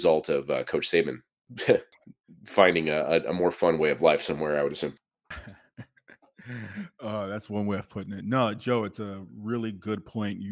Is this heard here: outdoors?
no